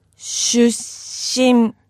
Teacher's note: you want to be very careful to hold the S in the middle